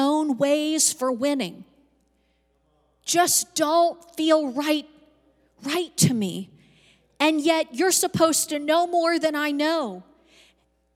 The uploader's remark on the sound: Recorded live on 2/13/22.